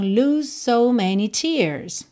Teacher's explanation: você já vai juntar o S do lose no so